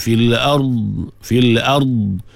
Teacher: Bila waqaf, pastikan makhraj kita berakhir atas dhad bukan atas ra.